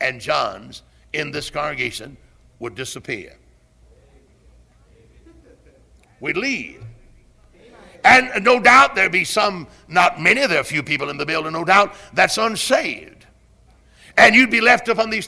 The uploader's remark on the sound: Originally preached at Tabernacle Baptist Church in Greenville, SC on January 13, 1974.